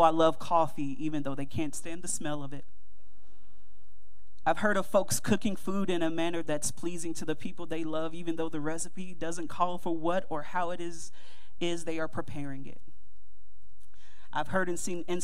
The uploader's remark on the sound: Mt. Calvary Baptist Church, Dayton, OH 2-18-2024